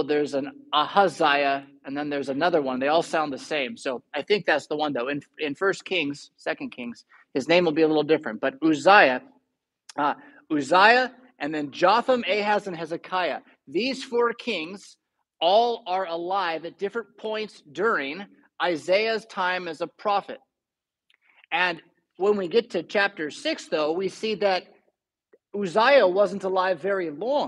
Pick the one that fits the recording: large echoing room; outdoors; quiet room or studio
large echoing room